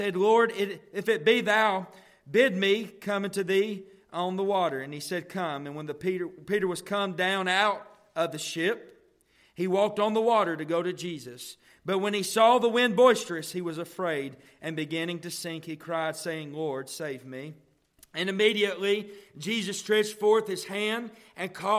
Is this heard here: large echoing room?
yes